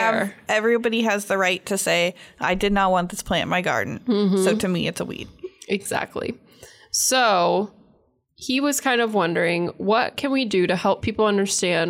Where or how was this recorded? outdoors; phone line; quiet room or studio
quiet room or studio